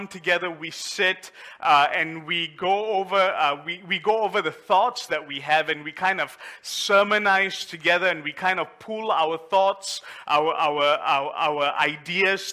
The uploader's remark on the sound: A message preached during our Mid week service